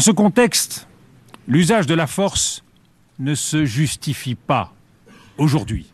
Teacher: Sa voix est assurée, sa prosodie est composée de phrases assez courtes et ses mélodies vont souvent de l'aigu vers le grave, ce qui est l'empreinte d'une affirmation nette, comme lorsqu'il dit « L'usage de la force ne se justifie pas ».